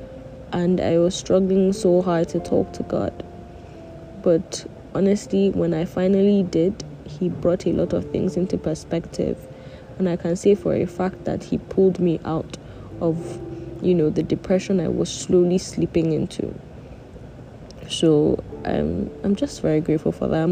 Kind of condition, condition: fault, background noise